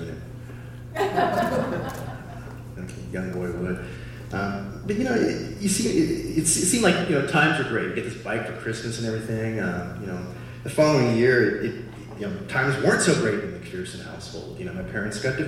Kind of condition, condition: setting, live audience